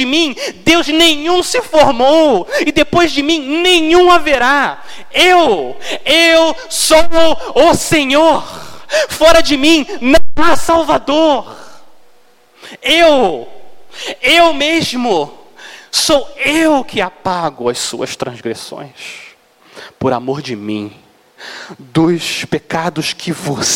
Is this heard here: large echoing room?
yes